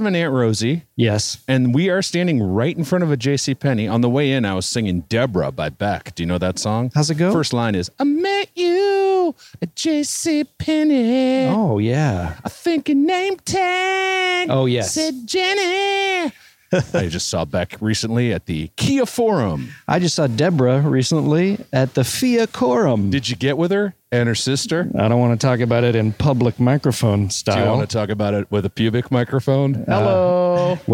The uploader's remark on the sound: Walk a local mall and rate its retail flair, culinary offerings, and audio recording policy violation response time.